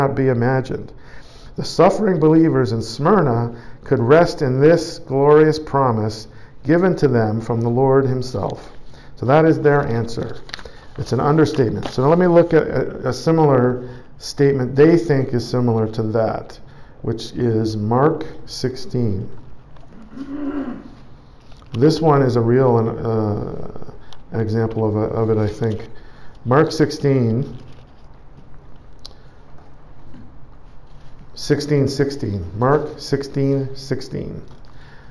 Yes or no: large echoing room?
yes